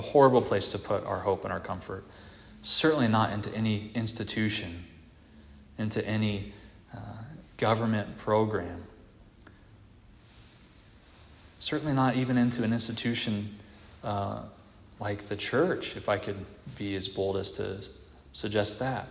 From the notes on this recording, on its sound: This audio is from the evening prayer meeting at Christ the King